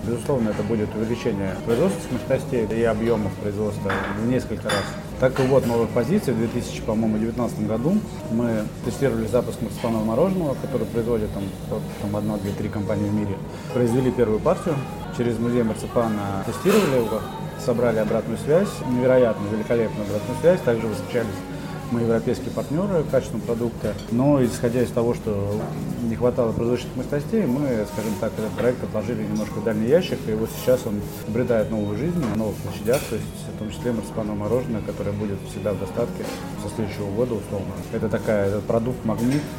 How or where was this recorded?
busy venue